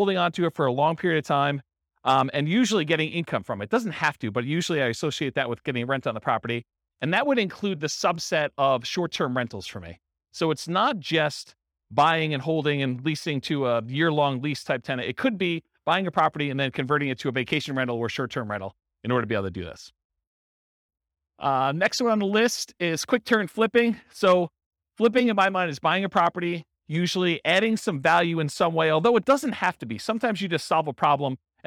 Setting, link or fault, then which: setting, live audience